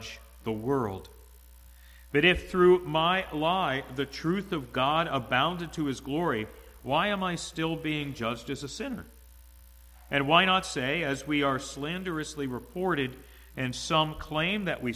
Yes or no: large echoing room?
yes